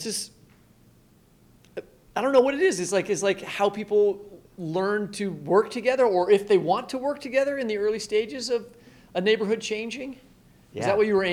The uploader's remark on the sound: live at the Cider Gallery in Lawrence, Kansas